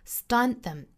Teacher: stunt 这个单词尾部的 t 省读